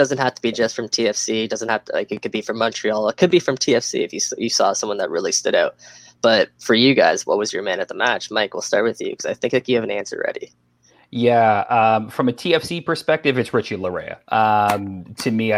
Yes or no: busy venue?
no